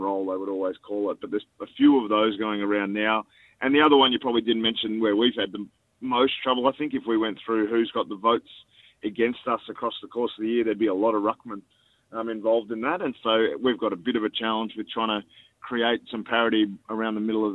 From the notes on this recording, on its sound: called in to talk